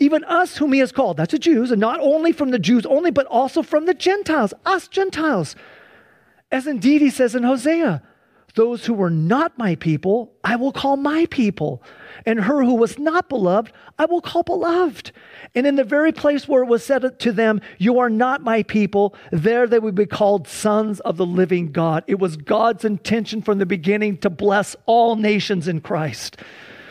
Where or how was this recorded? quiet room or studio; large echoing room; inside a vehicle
large echoing room